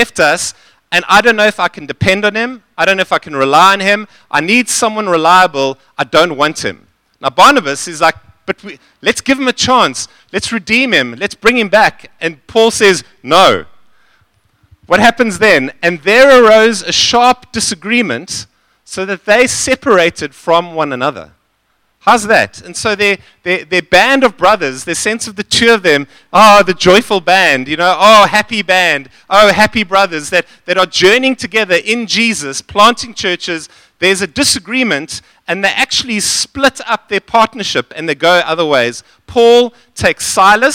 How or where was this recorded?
large echoing room